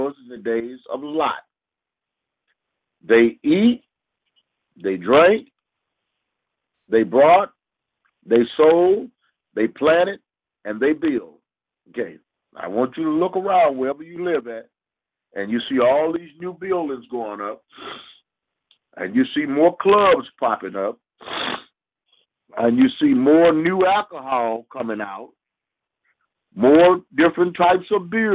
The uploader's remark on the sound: Conference Call